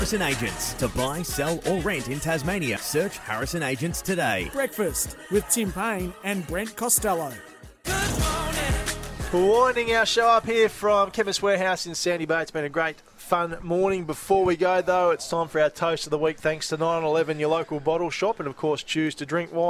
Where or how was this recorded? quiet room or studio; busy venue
busy venue